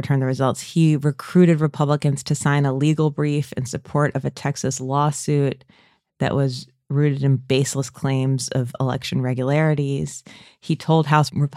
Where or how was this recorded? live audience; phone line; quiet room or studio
quiet room or studio